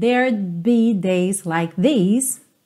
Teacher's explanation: There would be, tá contraído aqui, there'd be. E você quase não escuta esse D, que tá contraído, porque você já tá fechando os lábios para o som do B